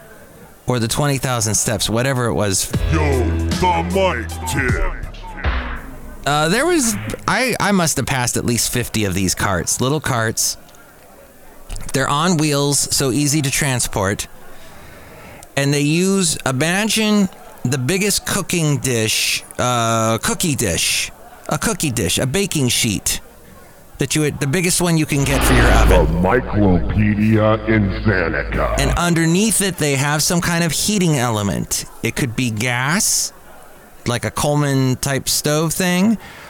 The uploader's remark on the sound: podcasts live from Café Anyway